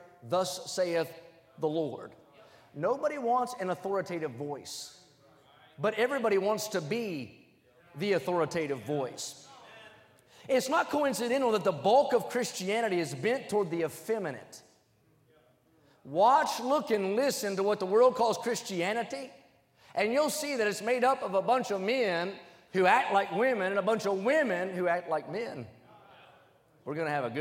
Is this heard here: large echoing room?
yes